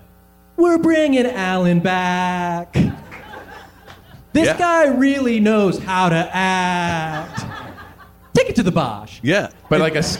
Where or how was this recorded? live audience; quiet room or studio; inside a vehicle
live audience